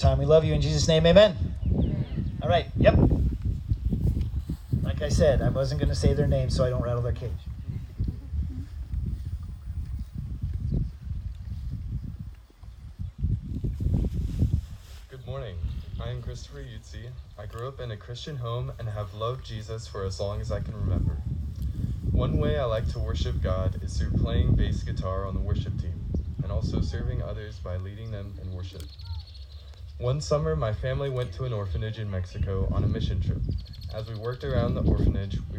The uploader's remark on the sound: Church at the pond - Baptism.